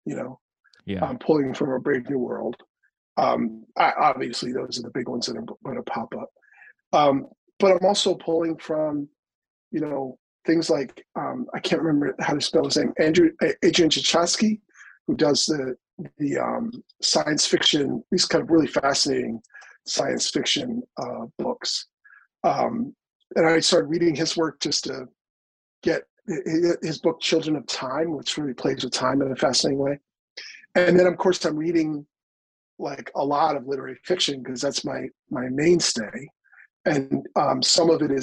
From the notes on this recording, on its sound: launches into the Damn Library Zoom Zone